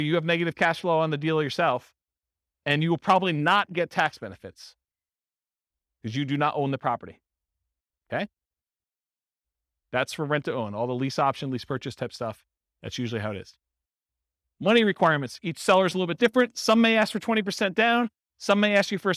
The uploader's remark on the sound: Highlands Ranch, Colorado. This was a live class recorded to give investors a solid qualitative overview of all the different real estate investing strategies.